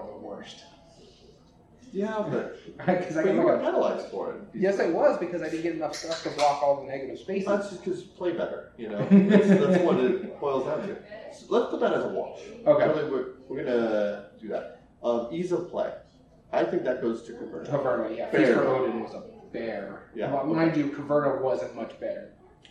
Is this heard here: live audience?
yes